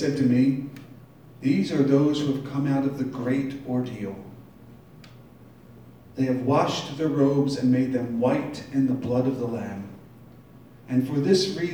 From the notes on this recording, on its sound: Live from Black Cloister Brewing Company.